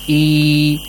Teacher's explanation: after kasra we have a ye, which is sakin, a longer kasra sound